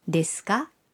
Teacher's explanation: Y elevando la entonación al final de la frase, obtenemos una pregunta